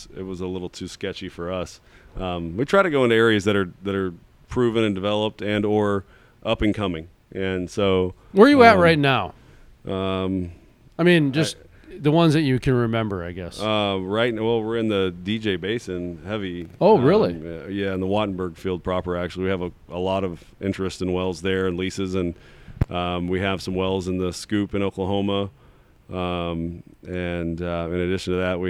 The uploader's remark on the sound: live on location at Cowboys and Indians restaurant in Houston, Texas